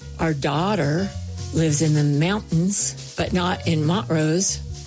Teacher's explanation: Coloradoans don't pronounce T's in the middle of words.